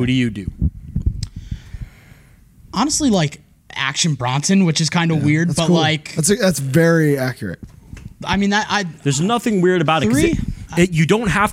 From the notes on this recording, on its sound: joined us live and in-person at FYA Fest 2023